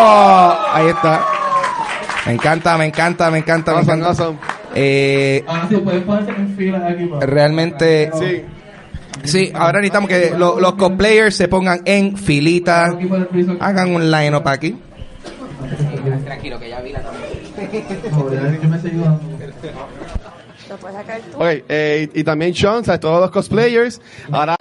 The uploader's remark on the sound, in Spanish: fue grabado como parte de la serie #RoadToPRCC2019 en la tienda The Bookmark localizada en San Patricio Plaza